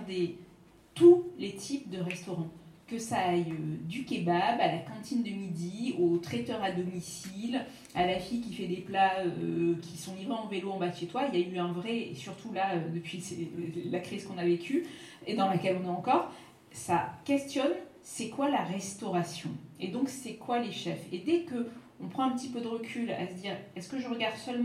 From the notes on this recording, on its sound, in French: DTO a emmené son micro en terres rennaises à l'occasion de la 2ème édition du festival de littérature féministe Dangereuses Lectrices